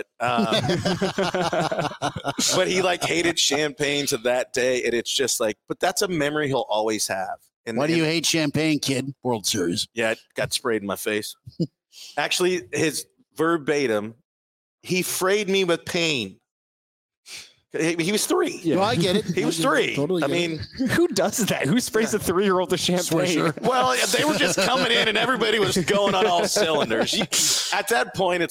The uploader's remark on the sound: From the Hurrdat Sports Bar and Grill as they record a live podcast ahead of Game One of the World Series.